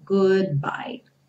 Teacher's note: O D interrompe o som e o B já vem iniciar um novo som · Term: consoante oclusiva